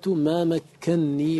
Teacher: الأصل ما مكنني بنونين، مكن مكنني، فاجتمعت نونان، جاز لك في مثل هذا أن تدغم. فقرأ العامة ما مكنني بنون واحدة مدغمة